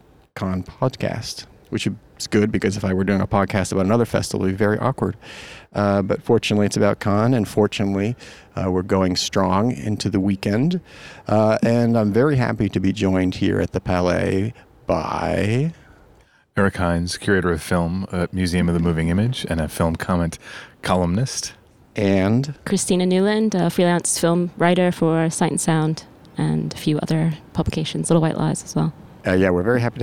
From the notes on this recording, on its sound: Cannes Day Five. Amidst the jubilance of a French wedding. On the top of the Palais.